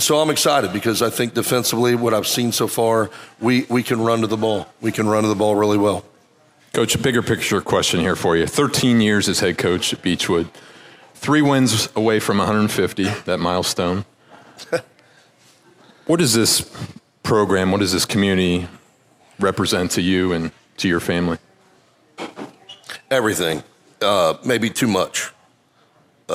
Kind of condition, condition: setting, busy venue